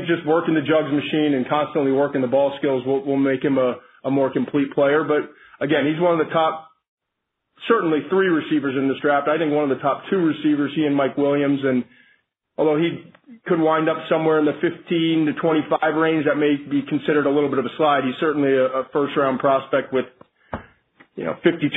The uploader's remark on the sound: NFL Draft Conference Call